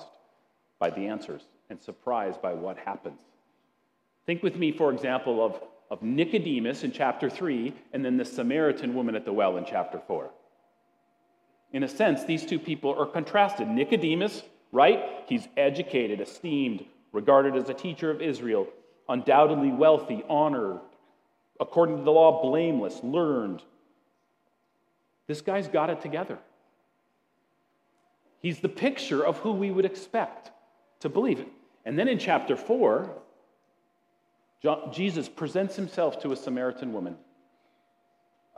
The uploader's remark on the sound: at Grace City Church in Fargo, North Dakota.